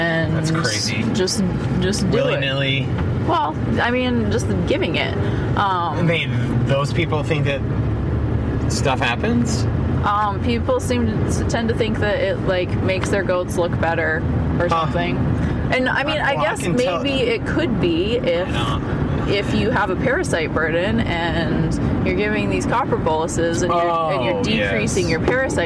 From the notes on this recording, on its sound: We're in the truck. Had him sit down with me to record some mini episodes.